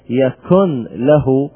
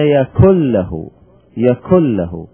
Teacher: فهنا لما ندغم النون في اللام ويصبح عندنا لامان، مثلا يكن له، قلنا يكل له، يكل له، فأدغمنا النون في اللام فزالت الغنة الكثيرة الموجودة في النون · Shown in: second take · فإذا الصفة زالت.